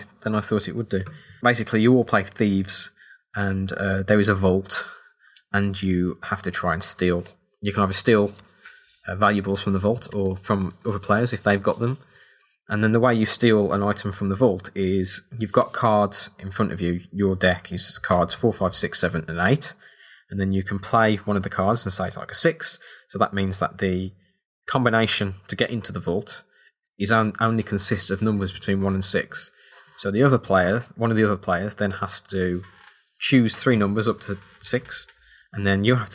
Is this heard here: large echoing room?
no